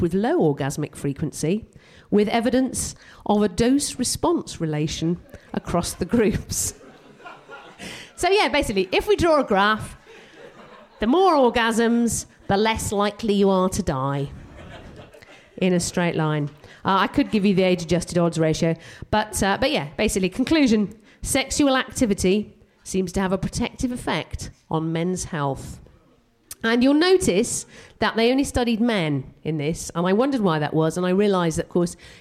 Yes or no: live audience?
yes